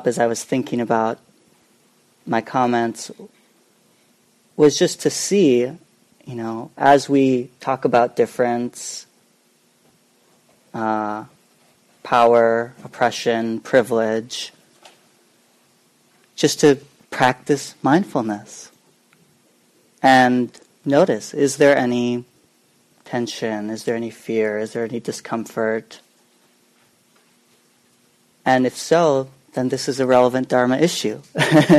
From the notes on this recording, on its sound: Common Ground Meditation Center. Part of a presentation given at the Intersangha conference of the Buddhist Insight Network in May of 2018.